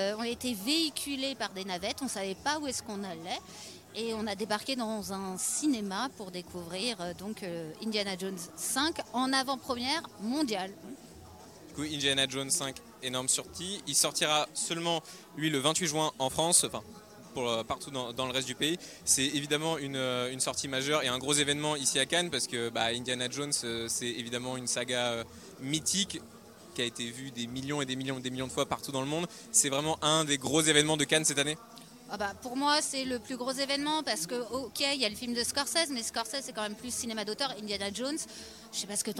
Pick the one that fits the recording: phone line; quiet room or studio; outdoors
outdoors